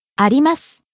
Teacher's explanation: Starting low, rising on the second syllable, り, falling on the last syllable, す.